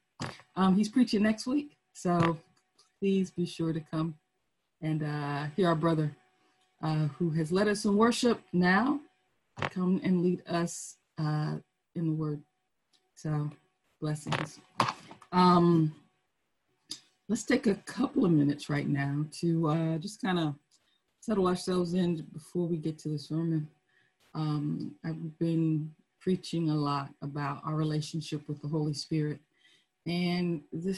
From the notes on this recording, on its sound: Our Zoom streamed service